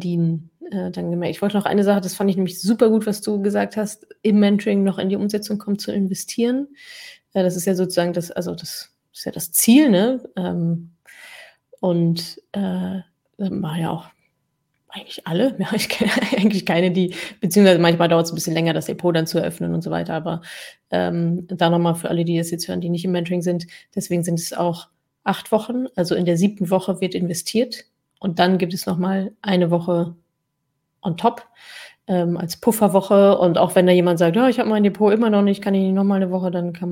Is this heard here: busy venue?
no